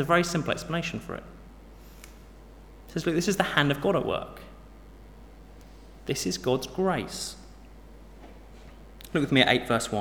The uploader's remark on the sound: Sermon from St David's Moreton-in-Marsh - Evening Service